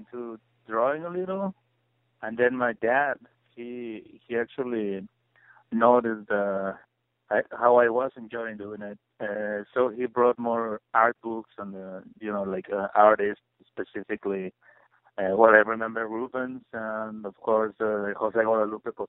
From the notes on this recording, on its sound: conducted a phone interview